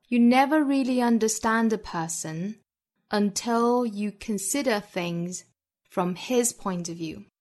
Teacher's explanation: 我重读在 his 这个词上